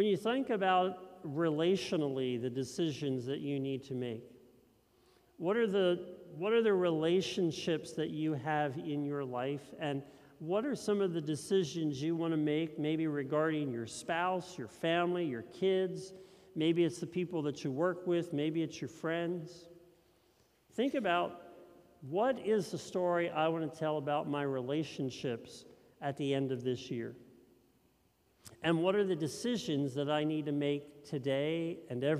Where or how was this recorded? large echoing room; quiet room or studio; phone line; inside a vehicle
large echoing room